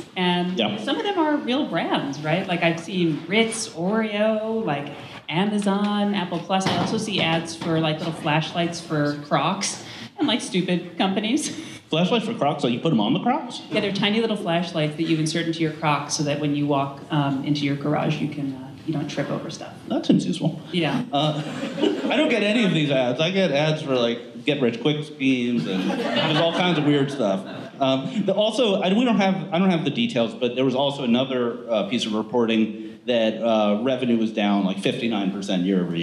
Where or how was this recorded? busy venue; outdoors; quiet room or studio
busy venue